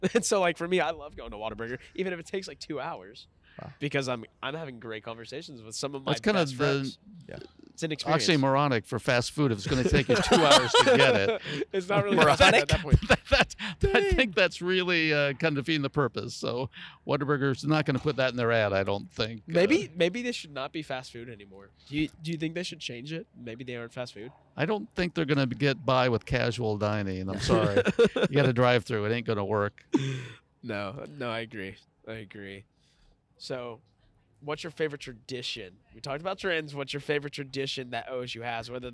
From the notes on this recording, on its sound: take the podcast outside of the Spears School of Business to talk with students